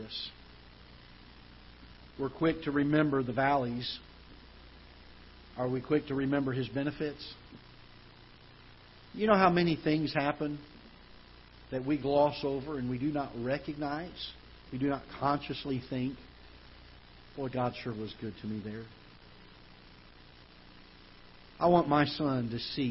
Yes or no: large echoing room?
yes